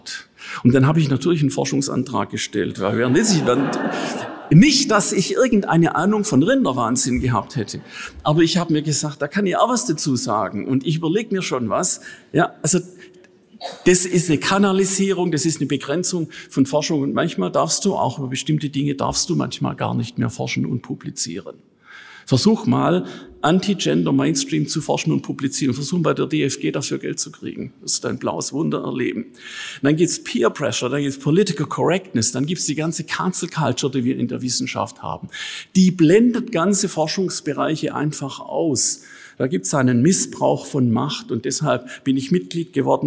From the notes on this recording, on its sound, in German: In seinem Vortrag des diesjährigen Akademikon-Treffens.